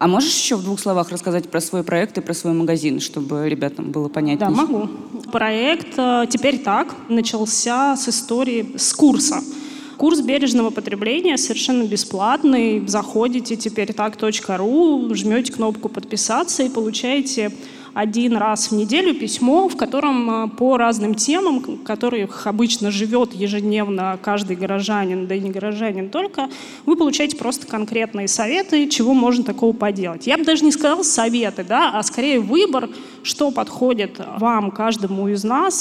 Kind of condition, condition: setting, live audience